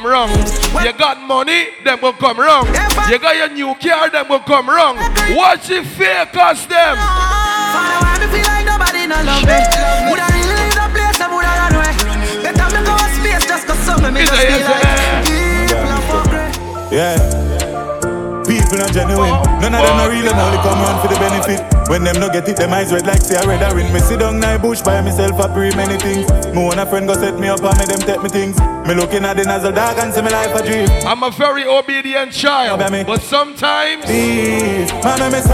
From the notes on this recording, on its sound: LIVE IN CLUB ENVY